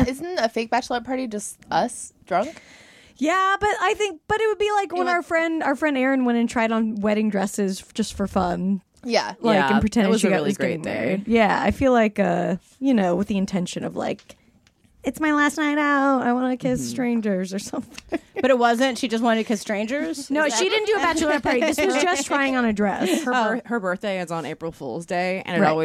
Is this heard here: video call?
no